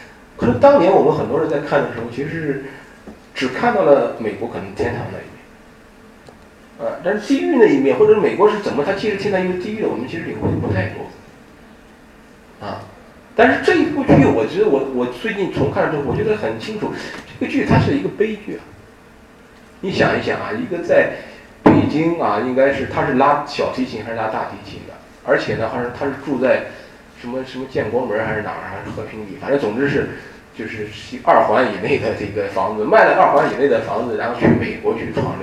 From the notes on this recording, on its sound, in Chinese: 本系列音频是由“复兴论坛”系列讲座录音整理而成